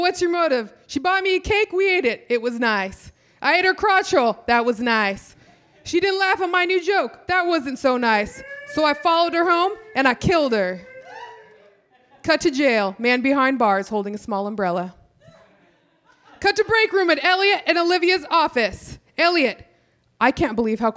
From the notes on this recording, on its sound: Recorded August 10, 2012 at the Brody Theater in Portland, OR.